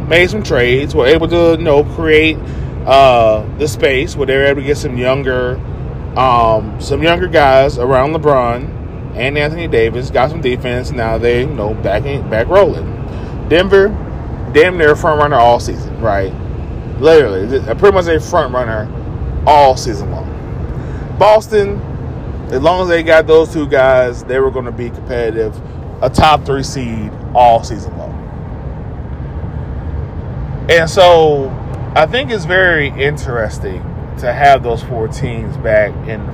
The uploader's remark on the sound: Self produced, self recorded (while driving), and self edited.